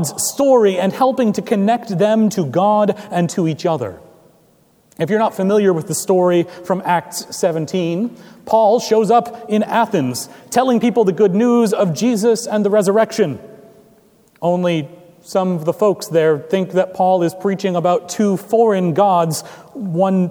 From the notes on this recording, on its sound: Recorded May 28, 2017 at Trinity Presbyterian Church in Bixby, Okla.